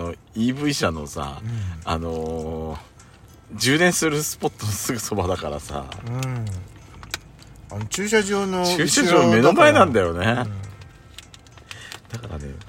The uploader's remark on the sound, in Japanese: クッソ暑いテラス席で収録しました。パーキング収録。